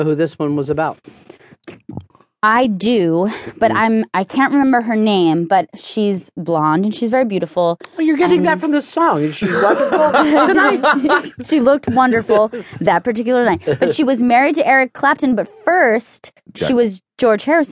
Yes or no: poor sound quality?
no